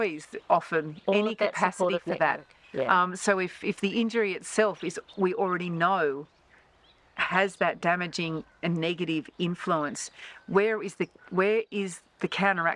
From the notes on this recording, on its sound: A 'self interview' by the waters edge not far from our camp at Urana, NSW. After setting up the recording equipment and hitting the red button it was over to them.